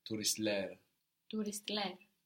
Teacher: when it's a noun, we're having the accent on the plural ending